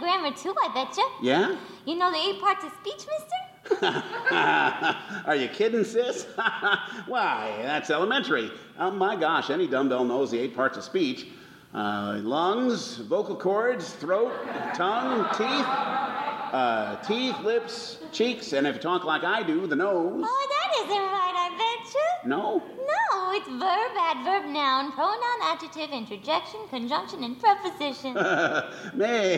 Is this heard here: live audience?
yes